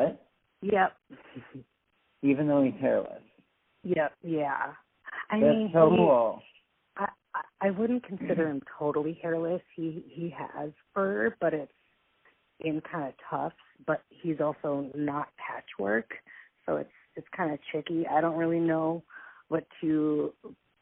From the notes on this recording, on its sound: We recorded this episode via a phone call so i apologize for the sub par audio quality.